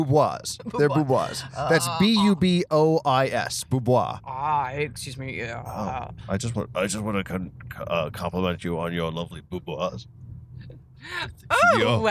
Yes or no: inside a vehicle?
yes